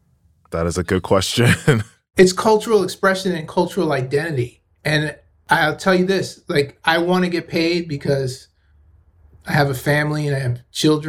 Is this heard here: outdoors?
no